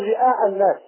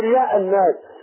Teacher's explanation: والثاني يقول ورئاء الناس، العرب يقولون رئاء ويقولوا رياء، بعض القبائل تقول رئاء الناس تحقق الهمزه، وبعض الناس يقولوا رياء الناس · Term: تحقيق الهمزه